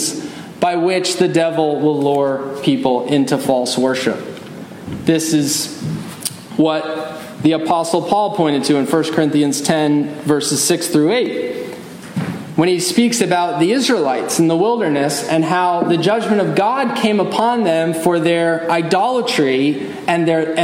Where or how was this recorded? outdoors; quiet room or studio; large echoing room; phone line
large echoing room